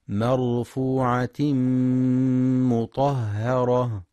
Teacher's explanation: وينتبه للإدغام بغنة في مرفوعة مطهرة، فالغنة في المدغم أكمل ما تكون، وينتبه لترقيق الهاء مطهرة، فلا يقرأ مطهرة بالتفخيم.